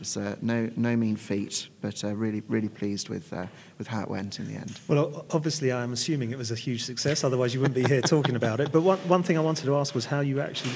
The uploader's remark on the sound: The second of two episodes recorded at PRWeek's Strategic Internal Communications conference, where we caught up with a number of the speakers from the event.